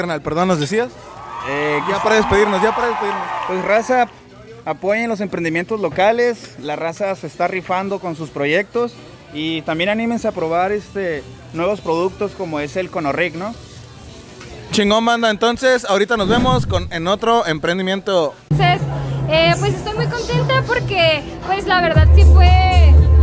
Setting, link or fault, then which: setting, busy venue